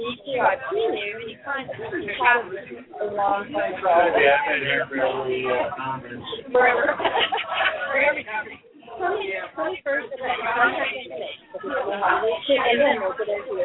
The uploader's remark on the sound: The audio on this interview series has been compromised and a quality sound replacement will be submitted for each of the amazing interviewees.